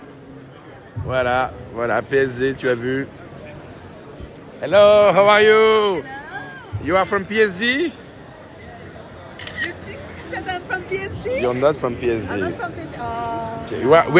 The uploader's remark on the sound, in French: Live from NFT Paris. Enregistré en faux direct depuis NFT Paris ! Lors de notre passage à NFT Paris, nous avons eu l'occasion de nous promener de stand en stand pour mener des interviews en direct.